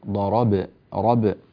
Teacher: انتبه إلى قوله تعالى ضربتم، قلقل الباء، فحروف القلقلة خمسة، قطب جد قطب جد، انتبه لحروف القلقلة أقو أطو أب أج أد، هذه الحروف تقلقل تلفظ كما لفظتها لك الآن.